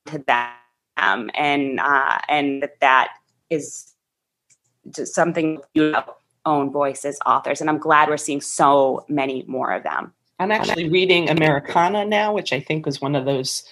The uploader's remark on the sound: Due to a snowstorm (you have to love the North East). Recorded over a Zoom call.